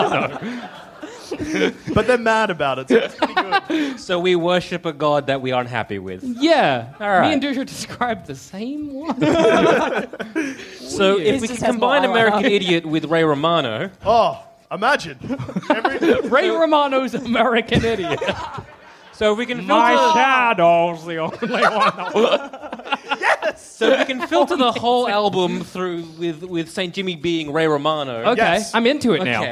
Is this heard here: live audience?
yes